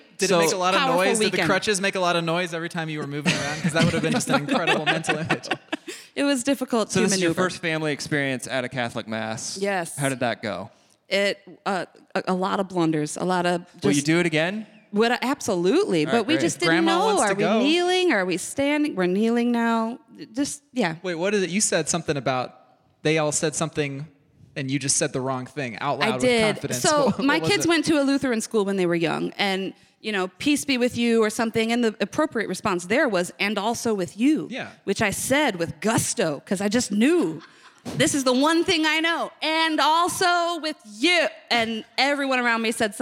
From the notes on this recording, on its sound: recorded in front of a live audience!